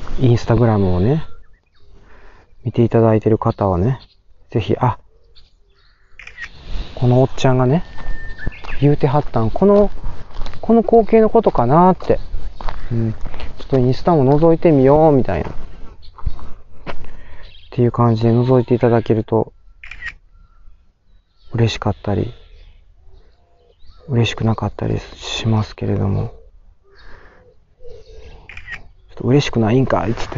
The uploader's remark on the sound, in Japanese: 北海道の洞爺湖の周辺をウォーキングしながら収録を行っております